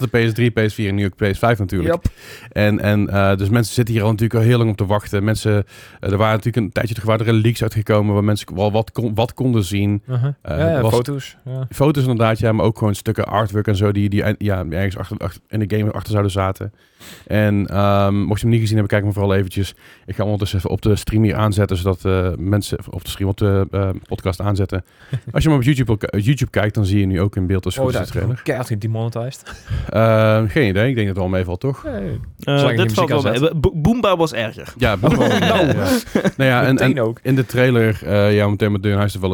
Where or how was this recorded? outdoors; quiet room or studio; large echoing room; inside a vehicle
quiet room or studio